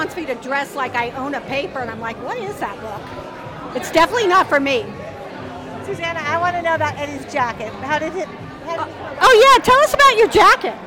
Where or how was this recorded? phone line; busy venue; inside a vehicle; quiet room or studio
busy venue